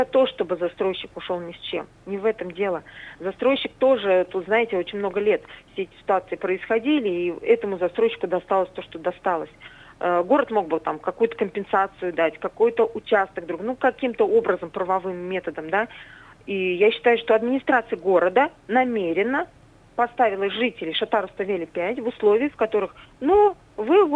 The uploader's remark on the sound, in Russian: По телефону